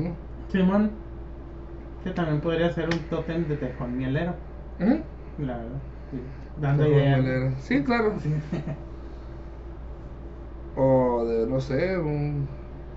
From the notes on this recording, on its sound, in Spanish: en este masl grabado podcast